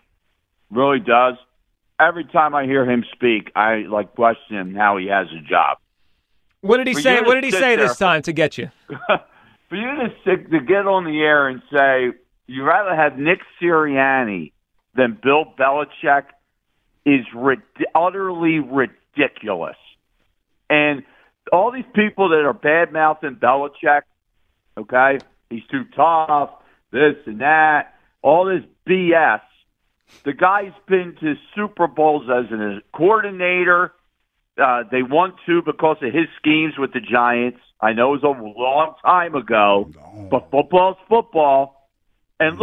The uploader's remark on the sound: Callers weigh